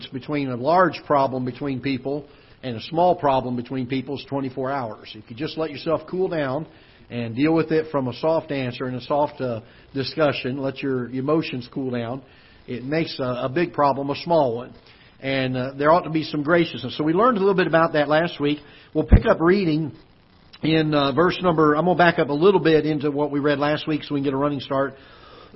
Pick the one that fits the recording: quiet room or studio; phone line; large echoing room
large echoing room